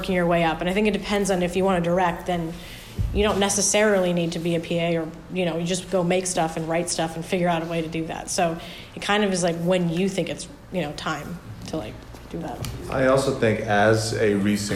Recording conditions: live audience